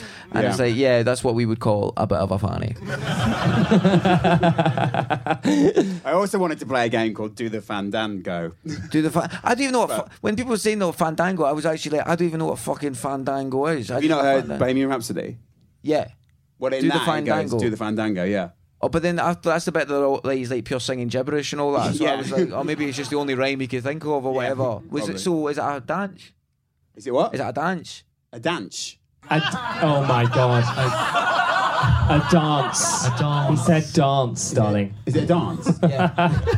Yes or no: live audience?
yes